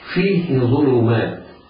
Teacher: الياء في فيه تمد مدا طبيعيا بمقدار حركتين، والهاء في فيه تحرك من غير صلة